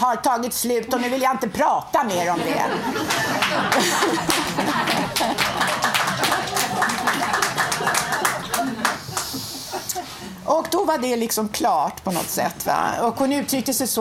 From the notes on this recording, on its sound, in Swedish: Lyssna på en inspelad föreläsning. Inspelningen av en workshop vi gjorde på Fountain House tidigare i våras där alla som ville kunde vara med och lära sig producera radio.